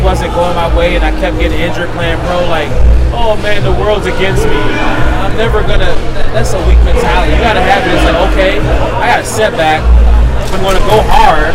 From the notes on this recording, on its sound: We filmed this on location at a Red Bull event in Brooklyn NYC. The first in person episode since covid!